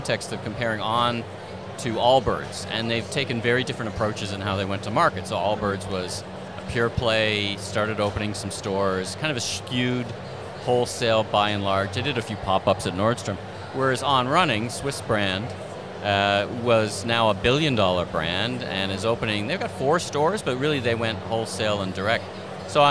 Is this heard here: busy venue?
yes